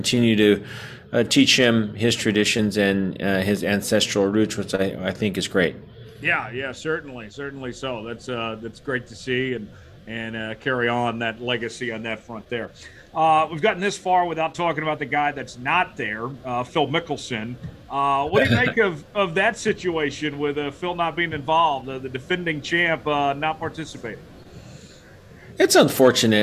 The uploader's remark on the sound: LIVE from the PGA Championship